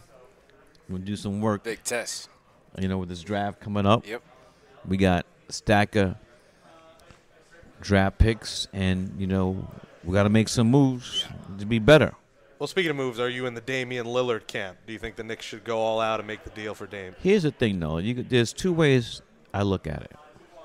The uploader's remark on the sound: Joins Knicks Fan TV at Clyde's Wine and Dine for an exclusive interview!